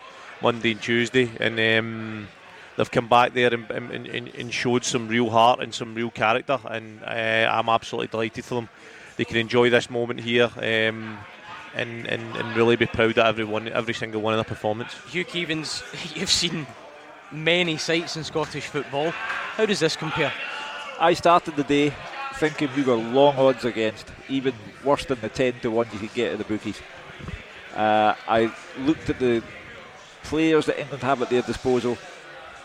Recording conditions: busy venue